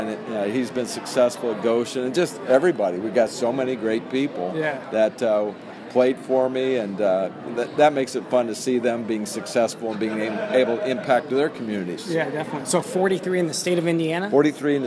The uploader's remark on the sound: Live interviews with players participating in the 2015 McDonald's Michiana All-Star Game at Bethel College